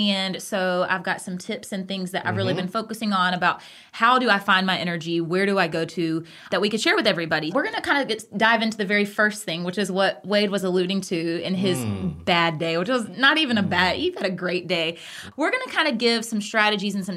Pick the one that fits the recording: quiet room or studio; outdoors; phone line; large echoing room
quiet room or studio